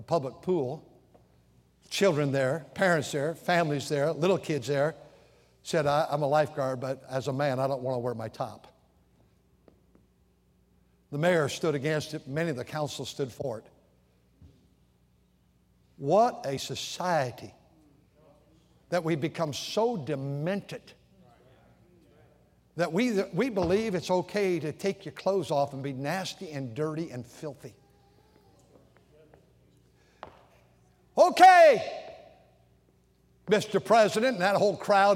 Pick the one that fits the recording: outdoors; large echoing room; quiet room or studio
large echoing room